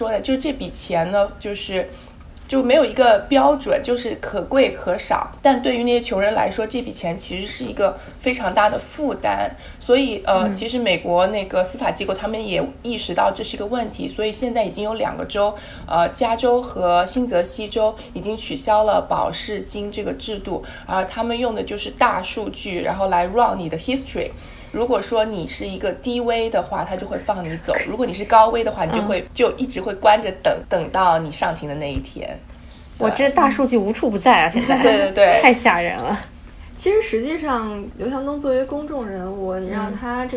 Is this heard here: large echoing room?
no